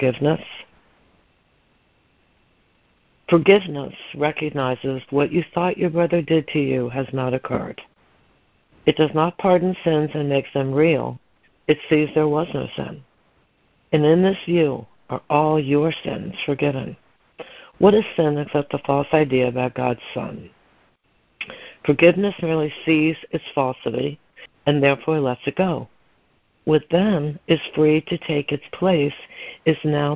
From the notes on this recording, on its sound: ACIM Daily Conference Call